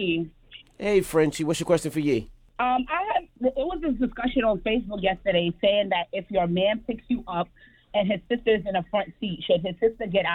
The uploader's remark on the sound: Callers call in for advice